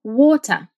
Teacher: there's no flap T in the British accent and the A sound is elongated.